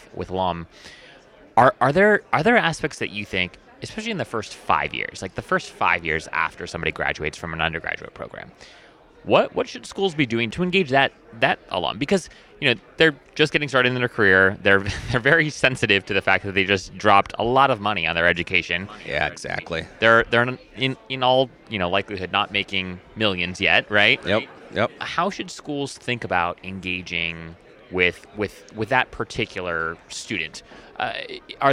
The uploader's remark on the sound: This episode was live recorded at AMA Higher Ed Marketing in Chicago in November 2023.